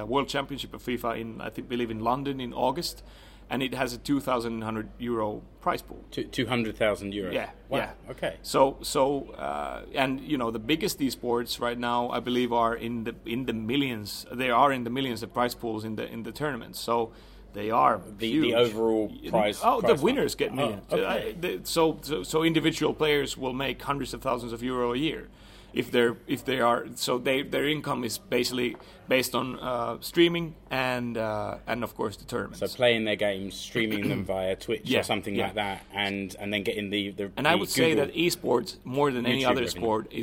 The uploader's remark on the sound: Attends the press conference at OmaSp Stadion. When SJK Seinäjoki launched its new eSports team.